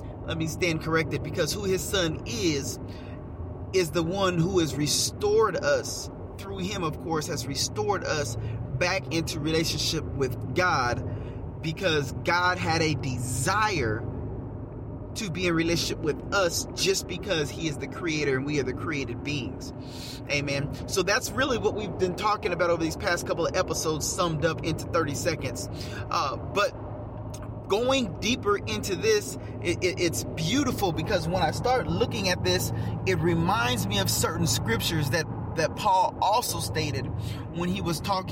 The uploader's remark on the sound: Get in the car with me and let's take a ride